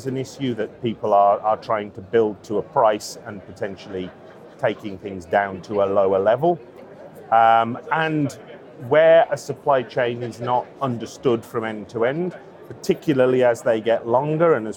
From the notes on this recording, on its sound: The Energy Voice team were at the Energy Exports Conference this week at P&J in Aberdeen.